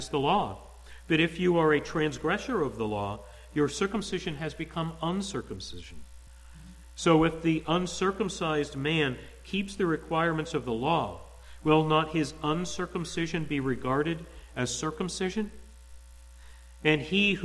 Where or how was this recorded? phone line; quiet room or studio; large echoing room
large echoing room